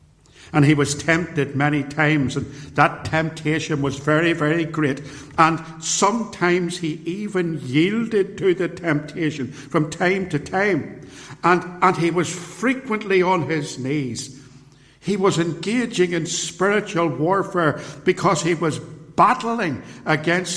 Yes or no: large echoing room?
yes